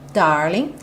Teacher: So, darling, sem pronunciar o G, darling